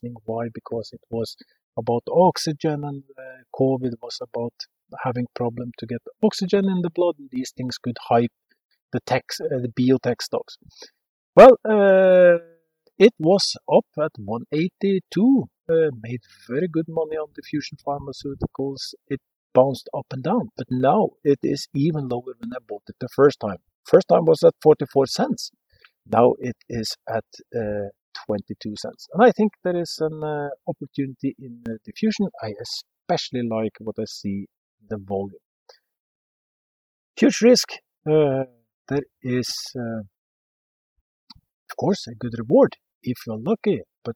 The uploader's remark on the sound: This episode is recorded outside in the mountains on the western coastline and this affects the sound quality.